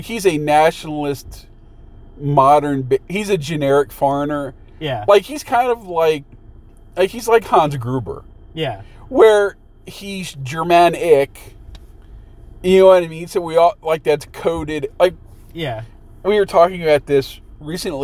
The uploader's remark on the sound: we recorded this in the movie theater parking lot, while sitting in the car, and so the quality is not as good as usual